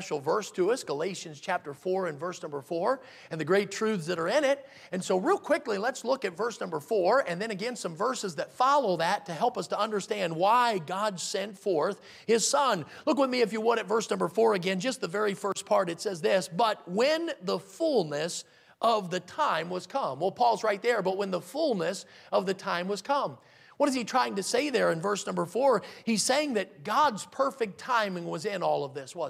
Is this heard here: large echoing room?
yes